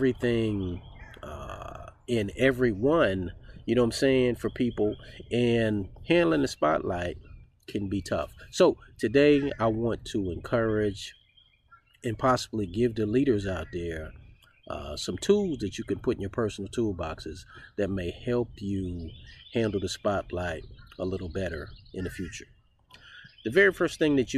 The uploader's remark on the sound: With the sounds of spring in the background